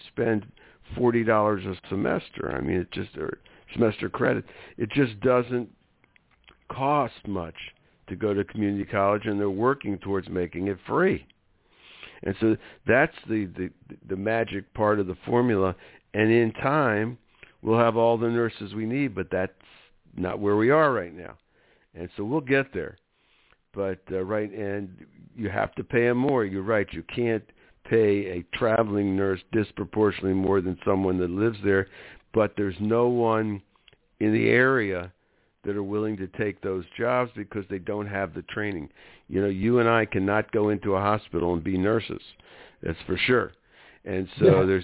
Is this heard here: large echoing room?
no